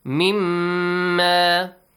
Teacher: So it produce a nasal sound for mushaddad mim for two counts.